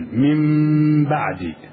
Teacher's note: صار بعد النون الساكنة باء، وهي من حروف الإقلاب، فانقلبت ميما